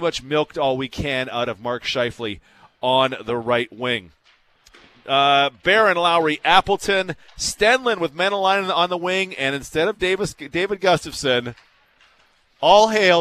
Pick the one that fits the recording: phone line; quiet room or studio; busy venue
busy venue